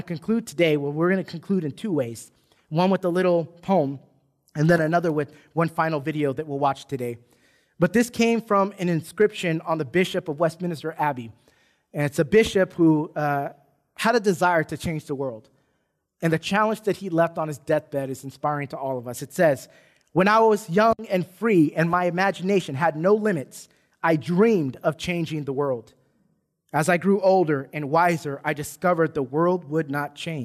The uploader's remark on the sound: Recorded from South Gate Fellowship in Duncanville, TX on Sunday, March 4 2021.